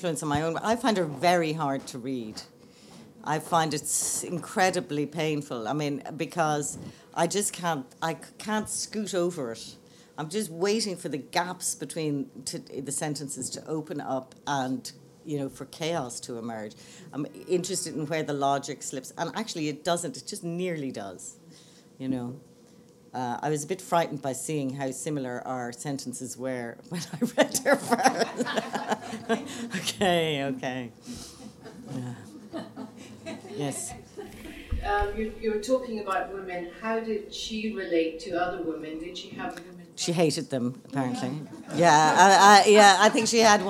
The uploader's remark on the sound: Laureate For Irish Fiction Annual Lecture 2016. Delivered her first US lecture as Laureate for Irish Fiction at the Lillian Vernon Creative Writers House as part of the Laureate programme.